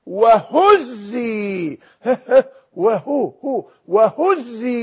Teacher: ما قالش أزي، لأن الهاء حرف همس، وحرف الهمس بصفته اللطيفة هذه مناسب لمعنى الترفق والحنان والترفق بالصديقة مريم في موقفها الذي كانت فيه وهو من الغرابة بمكان.